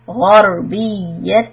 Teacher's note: the ra is heavy, the غين is heavy, ra sukun is also heavy